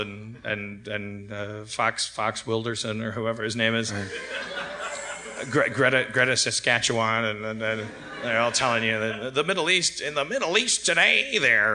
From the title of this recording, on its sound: LIVE at San Francisco Sketchfest 2016!